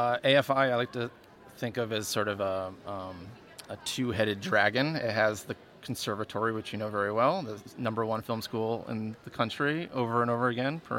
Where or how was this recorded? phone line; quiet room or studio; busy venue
busy venue